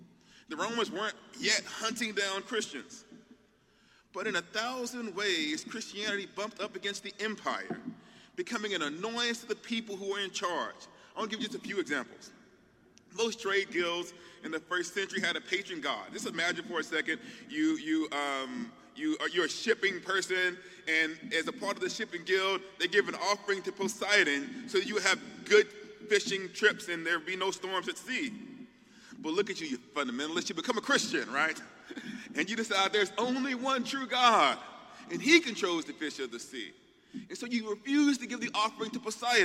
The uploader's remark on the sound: The keynote talk from the 15th Annual Mockingbird Conference in NYC.